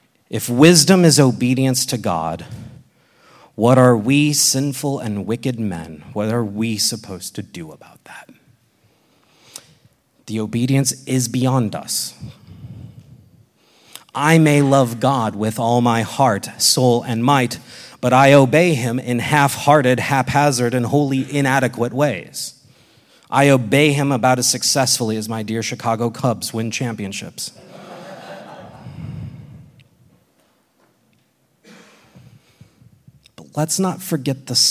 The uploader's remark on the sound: This exposition was recorded at the Portland, OR 2023 Workshop